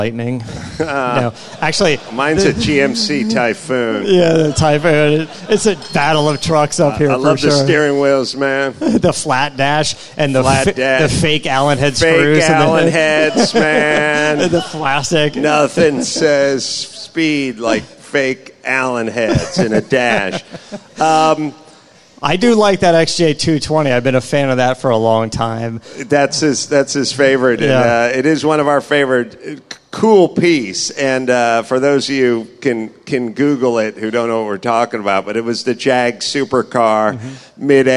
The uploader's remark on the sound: Live on stage at The World of Speed Motorsports Museum in Wilsonville, Oregon. Answer questions from the audience.